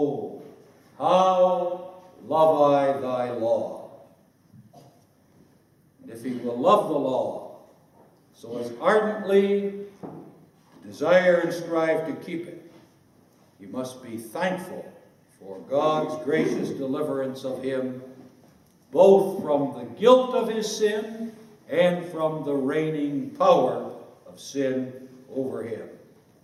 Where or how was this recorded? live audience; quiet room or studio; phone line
live audience